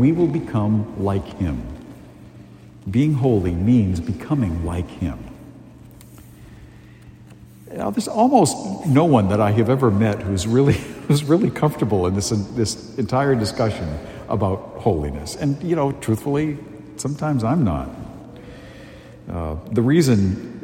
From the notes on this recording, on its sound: A homily delivered at Holy Family Parish in Amesbury, Massachusetts, on February 18, 2023.